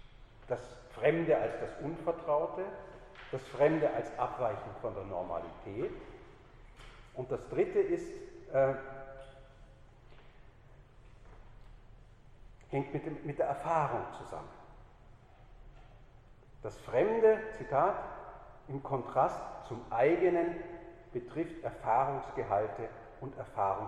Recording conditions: large echoing room